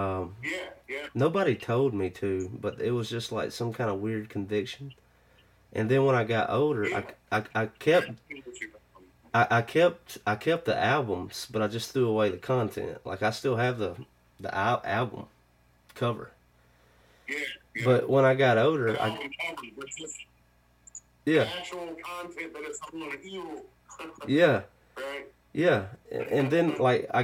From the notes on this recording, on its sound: burnt the phones lines to Virginia